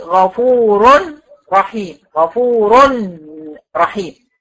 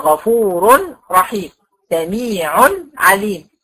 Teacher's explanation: راء، اللي هي اصلها غفور، لكن احنا اديناها تنوين فاصبحت غفور رحيم سميع عليم. هي عين عليها ضمتين او راء عليها ضمتين، لكن انا لما بسمعها بسمعها نون · Term: التنوين